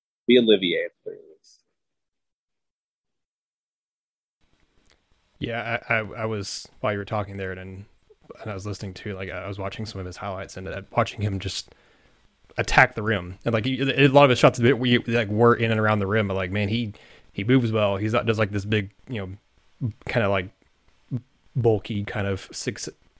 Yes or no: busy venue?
no